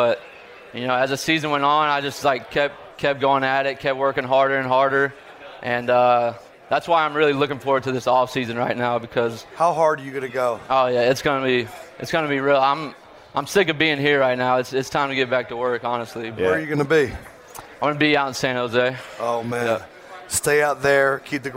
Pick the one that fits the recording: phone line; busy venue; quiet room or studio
busy venue